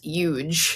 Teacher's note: the H is often dropped in some American dialects · Term: yod sound